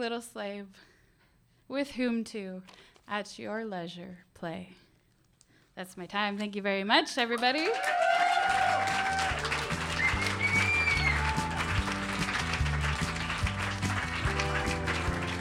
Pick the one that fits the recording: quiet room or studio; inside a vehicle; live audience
live audience